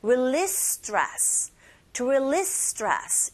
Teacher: 바로 뒤에 stress가 이어졌기 때문에 이 앞에 나온 release의 C 발음을 아주 살짝 거의 안 하시게 그렇게 발음하시면 됩니다